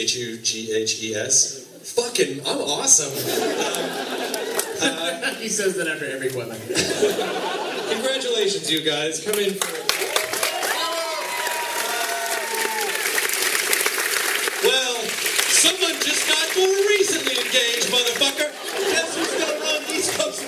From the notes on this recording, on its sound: This episode of Nerdist from NY Comic Con almost didn't happen! This amazing show at The Best Buy theater. Accidentally didn't get recorded, but then (thanks to the magic of iPhones and social media) we found someone who had recorded it from the audience.